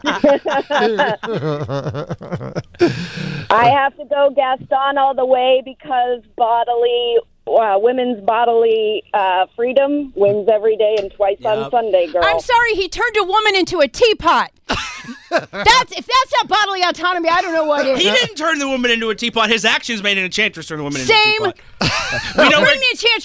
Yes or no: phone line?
yes